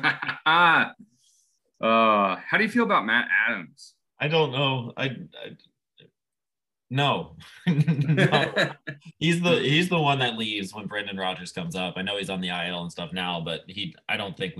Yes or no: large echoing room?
no